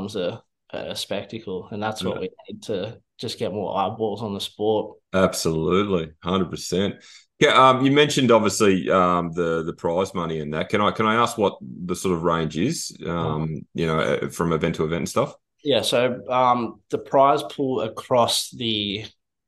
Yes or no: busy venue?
no